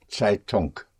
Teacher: And the N-G in German, unlike in English, the N-G is pronounced. Zeitung. The G comes out, die Zeitung.